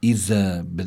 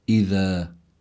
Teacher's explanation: يضع الإنسان طرف اللسان تحت الثنايا العليا، هذا هو مخرج الذال، لا ينبغي أن يخلط هذا الحرف بحرف الزاي · Shown in: second take · فلا يجوز أن يقال أن تقرأ هذه الكلمة إذا بالزاي، بل لابد من قراءتها على هذا النحو، إذا يعني بالحرف اللثوي. · Term: حرف لثوي